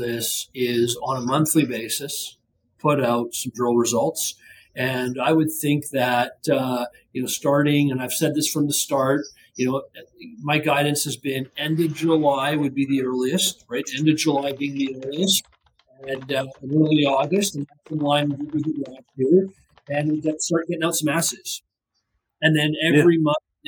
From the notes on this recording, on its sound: Sorry for the poor audio quality - issue has been solved.